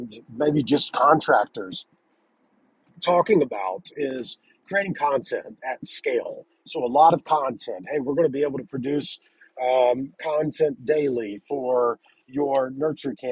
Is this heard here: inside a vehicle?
yes